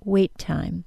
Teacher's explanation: So, it's not terribly difficult to link from a T sound into another T sound, as in the phrase, wait time. My vocal tract doesn't need to move at all to go from one word to the next. · Term: linking same and similar stops